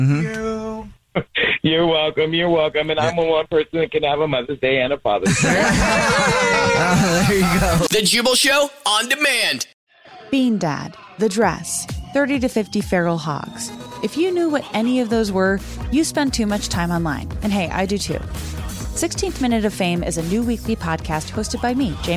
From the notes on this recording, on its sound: The woman on the phone